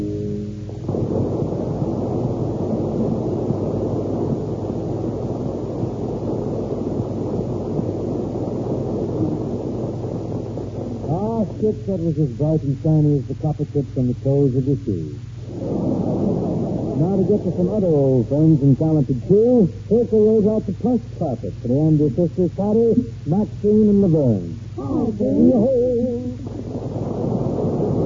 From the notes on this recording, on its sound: Audio is mushy.